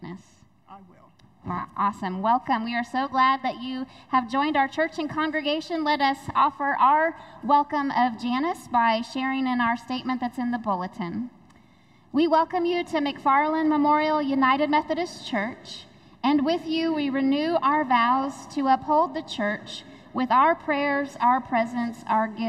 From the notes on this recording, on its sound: Recorded live during the Sunday worship service.